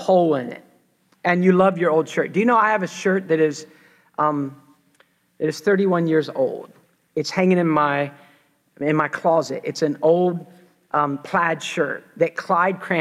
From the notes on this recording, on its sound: preached at Christ Church New Albany